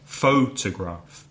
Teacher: Photograph, three syllables. First syllable stressed. Da, photograph.